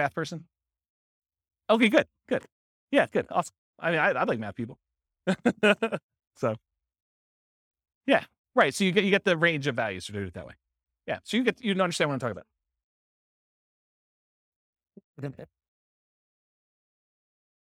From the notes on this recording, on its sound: This was a live class recorded